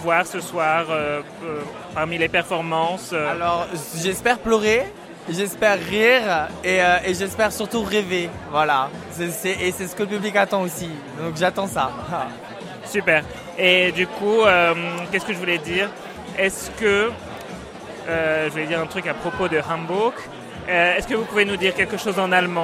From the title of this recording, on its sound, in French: En direct du concours Drag France 2024 !